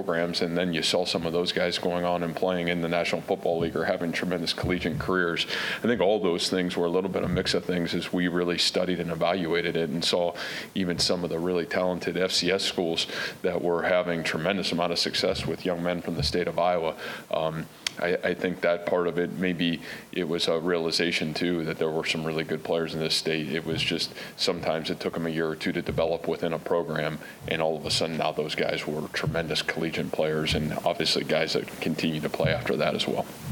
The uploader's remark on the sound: press conference from Iowa State's 2021 media day festivities